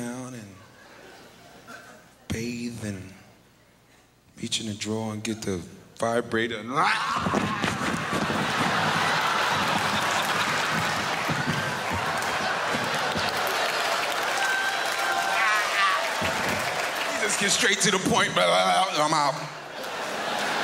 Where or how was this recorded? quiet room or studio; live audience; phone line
live audience